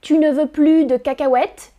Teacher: Quand le mot a un sens négatif, on ne prononce pas le S final. On prononce plus.